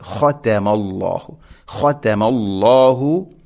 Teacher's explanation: താഇനെ ലൈറ്റായിട്ട് ഉച്ചരിക്കും വേണം, ഖതമ എന്ന് കനപ്പിക്കരുത്